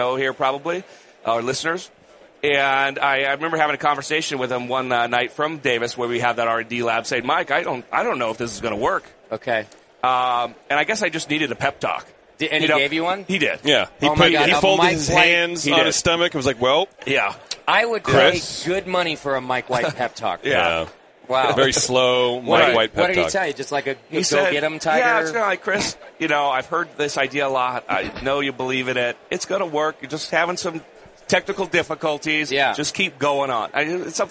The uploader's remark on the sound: Live from NHC 2014